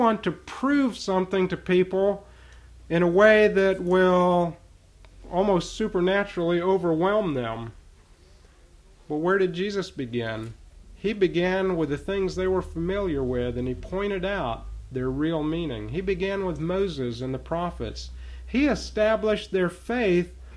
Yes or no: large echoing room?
yes